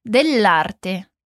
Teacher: A palavrinha del se junta com a palavra arte. Assim, dell'arte.